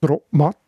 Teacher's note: der komische Mischlaut, wo die Lippen und das Gurgeli beteiligt sind, der entsteht zum Beispiel, wenn in der Mundart ein T und ein M aufeinander folgen